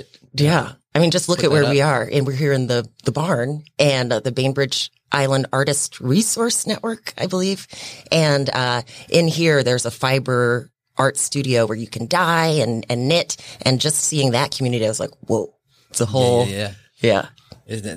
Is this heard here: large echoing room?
no